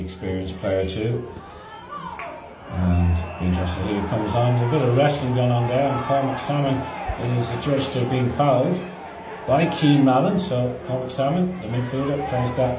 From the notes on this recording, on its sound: Live commentary of second half